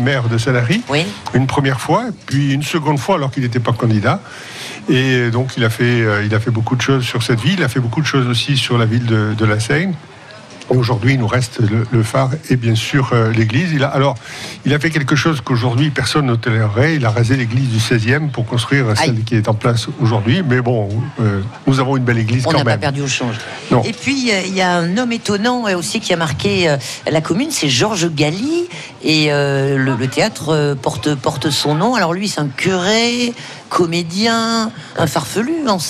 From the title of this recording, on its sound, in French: en direct du plus beau marché de France à Sanary sur mer